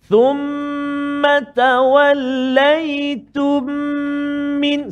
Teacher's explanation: mati bertemu dengan huruf mim dalam dua kalimah cara bacaannya ialah dengan memasukkan huruf mim yang pertama ke dalam mim yang kedua beserta dengan dengung · Term: idgham mislain saghir